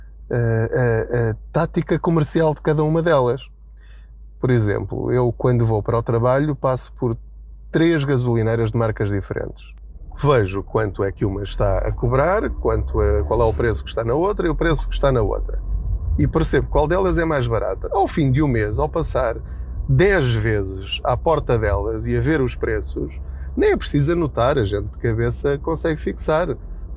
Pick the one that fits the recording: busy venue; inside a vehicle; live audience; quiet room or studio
inside a vehicle